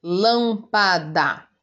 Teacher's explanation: E a sílaba acentuada é a antepenúltima, contando lá do final da palavra para frente. · a antepenúltima sílaba é a sílaba que é a tônica, é a forte · Term: proparoxítonas